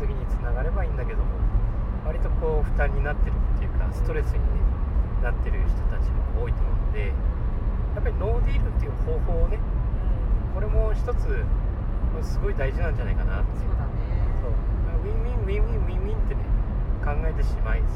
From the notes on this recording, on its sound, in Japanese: WAFF号で移動しながら話しています。ノイズが多くてごめんなさい。